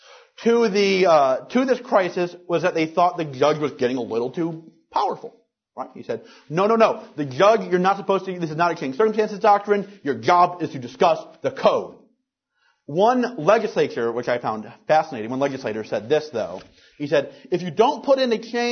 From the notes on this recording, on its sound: Recorded March 13th, 2010, at the Ludwig von Mises Institute in Auburn, Alabama.